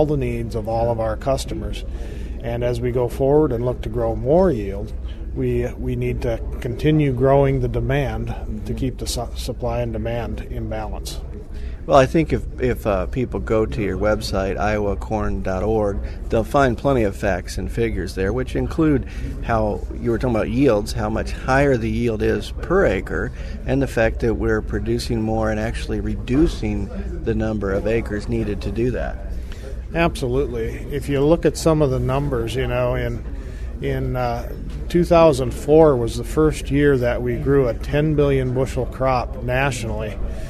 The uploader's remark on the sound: we bring you some of the sounds and interviews from the Iowa Corn Indy 250